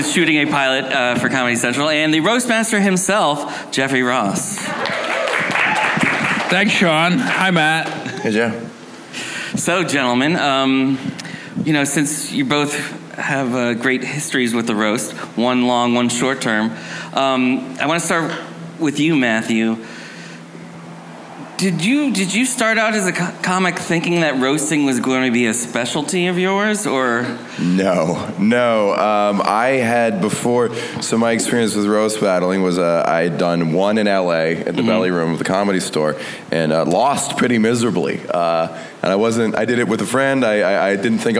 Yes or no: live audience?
yes